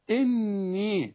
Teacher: إني، شوف إني، والياء بمدها، يعني هغن النون حركتين والياء حركتين